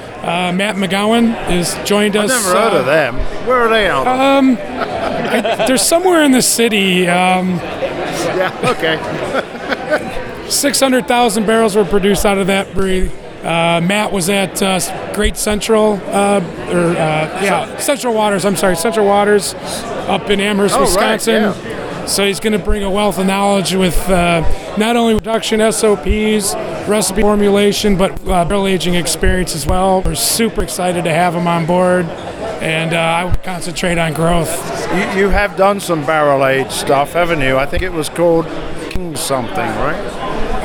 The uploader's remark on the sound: we are reporting from a cask ale event from The Firkery, and hosted at Skeleton Key